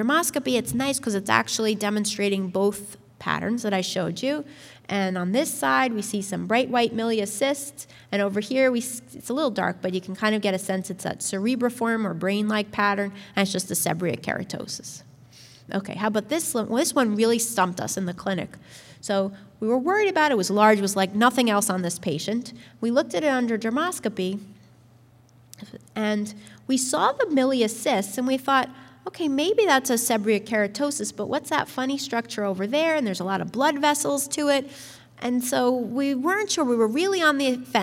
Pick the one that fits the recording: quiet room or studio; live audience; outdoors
live audience